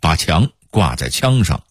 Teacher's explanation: 平谷话的显著特点是汉语拼音的阴平与阳平互换